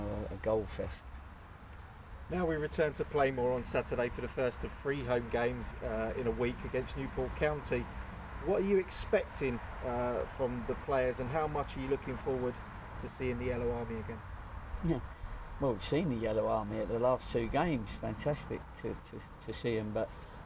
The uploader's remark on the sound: This week from the sun-kissed meadows of Seale Hayne - well, a car in the car park to be truthful.